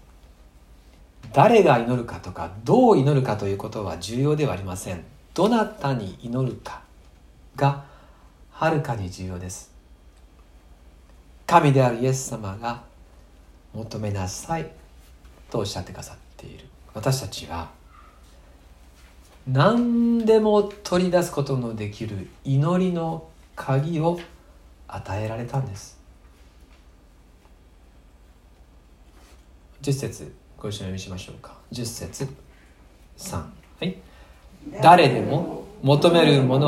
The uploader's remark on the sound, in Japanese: 2020/6/7吉備教会礼拝メッセージ録音です。